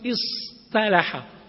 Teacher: الطاء هو عبارة عن تاء مفخمة فلذلك نقلب تاء افتعل إلى حرف مطبق إلى طاء حتى تناسب